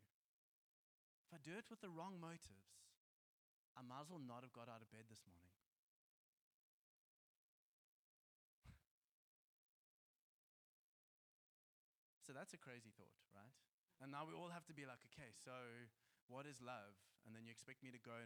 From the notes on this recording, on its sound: Joshua Generation Church Milnerton congregation